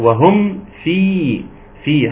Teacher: الميم محتاجة أنها تظهر جيدا عند الفاء